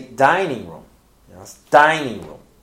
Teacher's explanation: The first word is stressed. · Term: compound noun